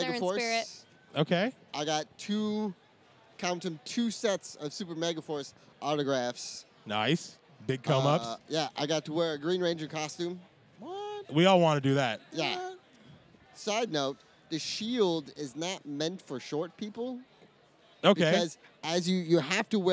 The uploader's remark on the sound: The boys are coming live from CrockerCon 2015 and they are bringin' a ton of new faces! Conversations are had on and off microphone.